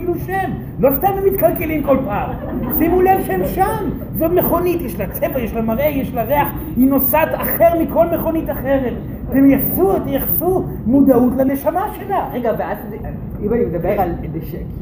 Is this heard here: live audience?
yes